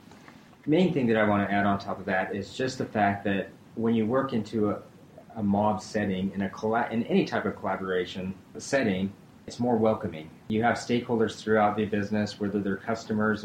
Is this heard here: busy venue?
yes